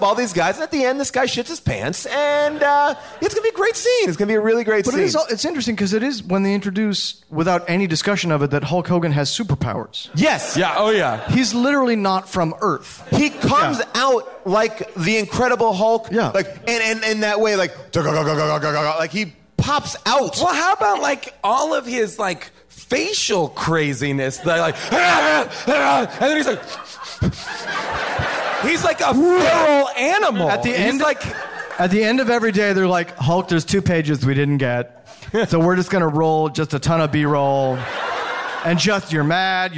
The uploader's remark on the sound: Recorded LIVE at Largo in Los Angeles